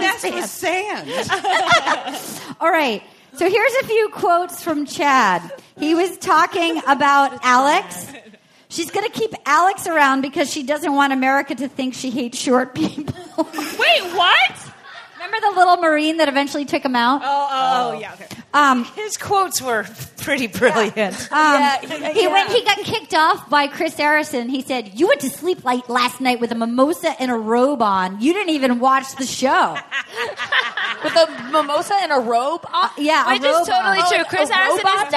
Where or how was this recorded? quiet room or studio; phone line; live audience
live audience